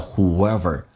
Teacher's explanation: who 跟 ever 中间加了个 w，叫 whoever · Term: 元音跟元音之间的连音